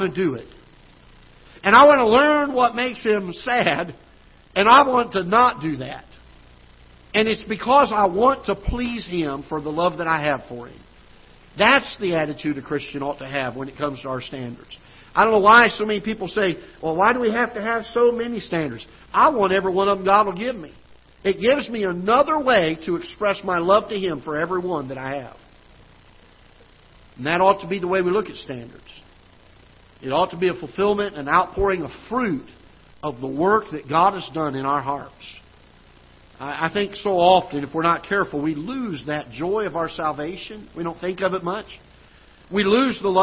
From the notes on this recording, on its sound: Ketha Heights Baptist Church ~ Live Broadcast.